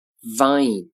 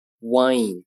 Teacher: v 这个音呢，发音时上齿一定要接触下嘴唇，而这个 w 呢，上下嘴唇不接触牙齿